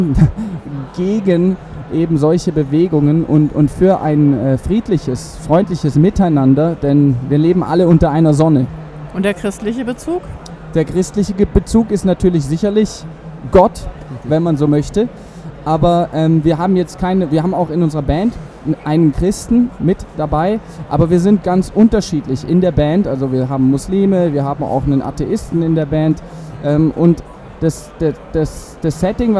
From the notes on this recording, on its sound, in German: live vom evangelischen Kirchentag 2017 in Berlin